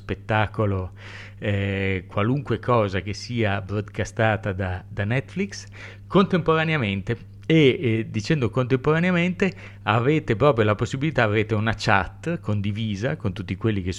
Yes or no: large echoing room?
no